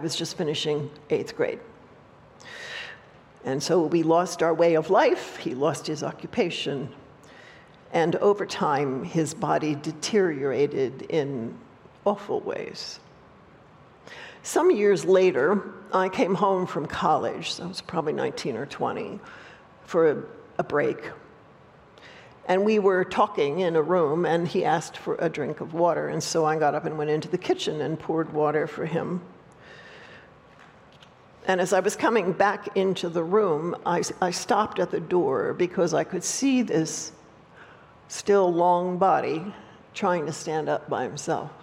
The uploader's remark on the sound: opening talk at the recent Restore Conference at Judson University